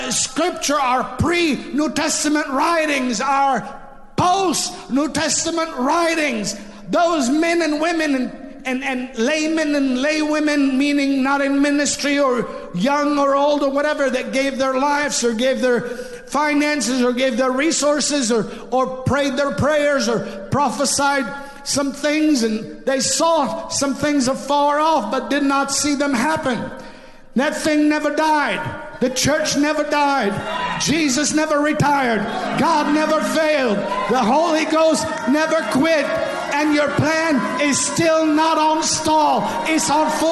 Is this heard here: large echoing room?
yes